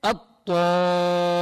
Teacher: هذه اللام لا تلفظ هنا تضغم بالطاء